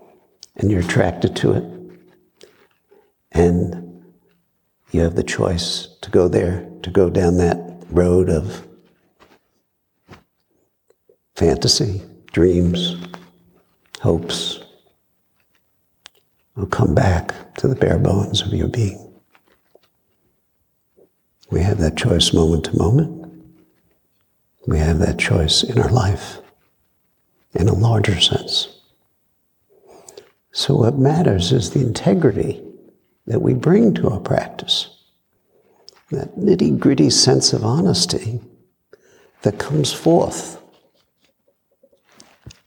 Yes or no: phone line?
no